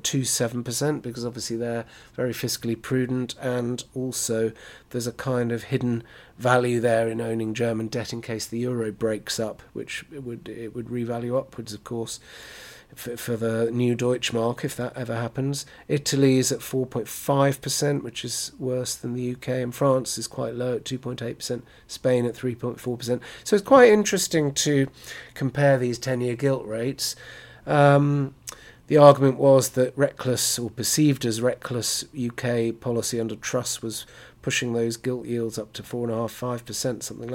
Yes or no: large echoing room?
no